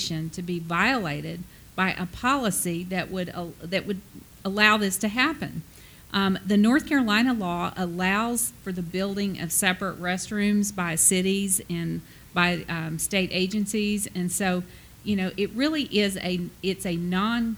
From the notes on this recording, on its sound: The discussion was recorded at CBLPI's North Carolina Women's Summit in Raleigh on October 1, 2016.